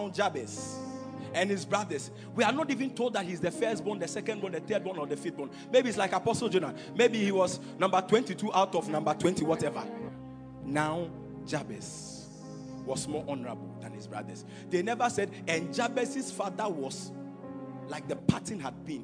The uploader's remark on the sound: Preached at Royalhouse Chapel - Ahenfie